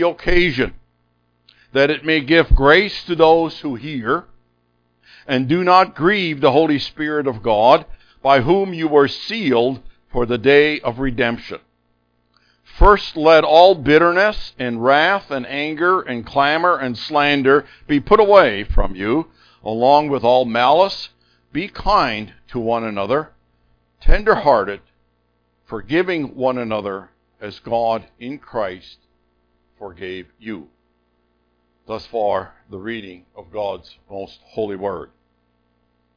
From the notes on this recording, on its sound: Unfortunately most of the sermon is lost due to microphone issues.